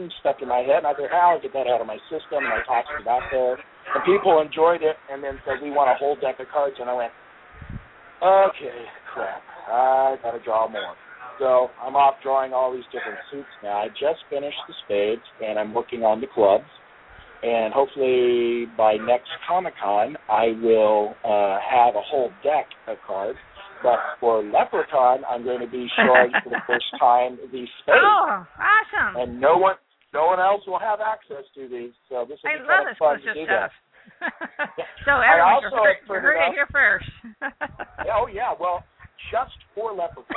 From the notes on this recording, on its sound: Escape the Grind: Live from LoFi Coffeehouse. Broadcasting LIVE from LoFi Coffeehouse, in Mesa, Arizona this Sunday.